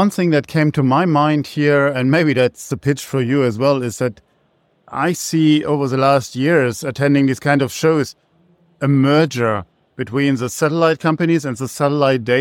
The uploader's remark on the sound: Live from Intergeo. At the Intergeo 2023 in Berlin.